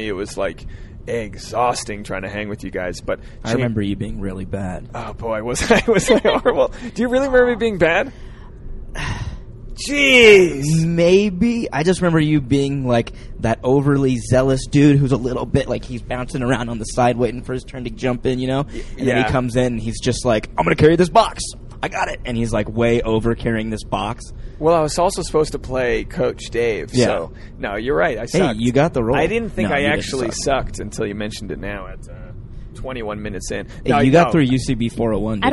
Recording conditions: inside a vehicle